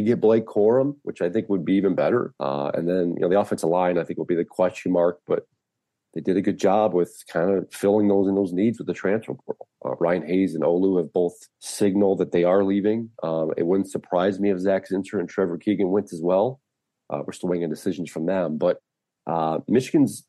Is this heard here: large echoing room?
no